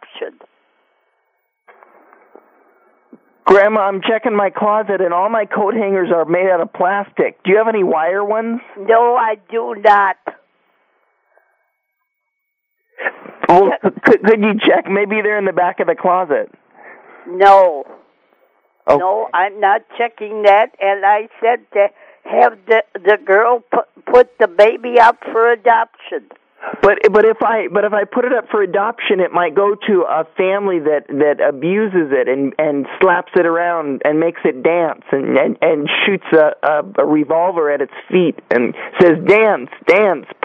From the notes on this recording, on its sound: Prank Phone Calls